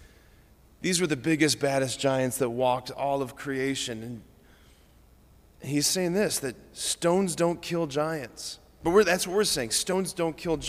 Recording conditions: large echoing room